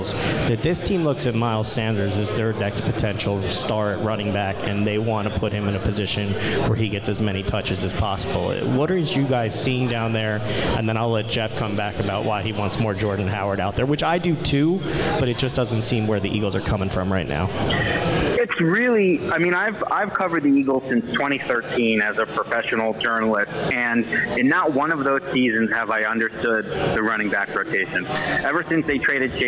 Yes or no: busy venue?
yes